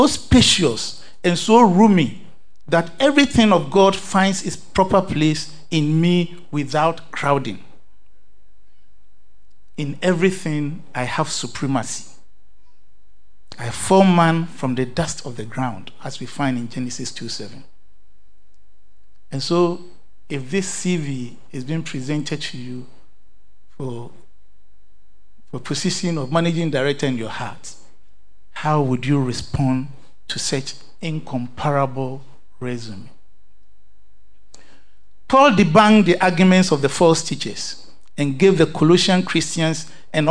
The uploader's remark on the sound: Sermon preached at CBC Shiashie Campus